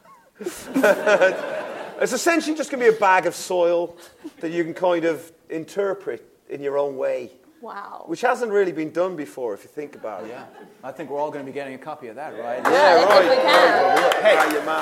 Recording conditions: live audience